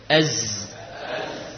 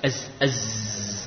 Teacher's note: Ujung lidah dengan gigi seri bawah. · Term: huruf zai